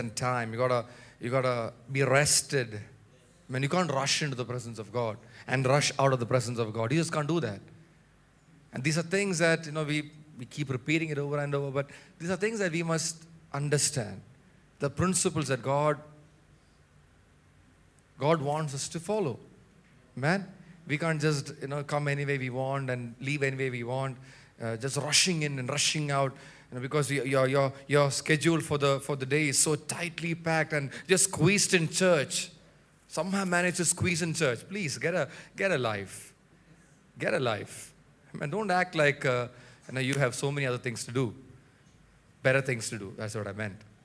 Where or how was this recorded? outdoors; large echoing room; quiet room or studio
large echoing room